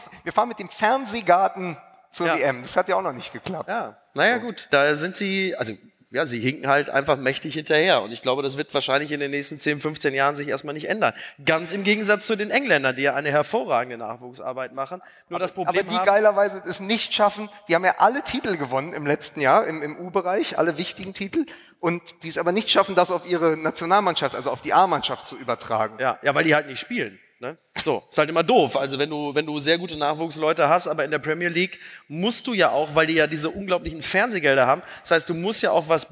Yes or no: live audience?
yes